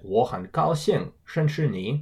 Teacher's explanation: 认识 is also a double fourth tone. So you get 我很高兴认识你.